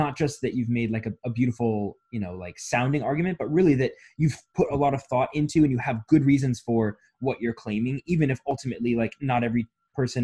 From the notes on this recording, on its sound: Recorded via Zoom!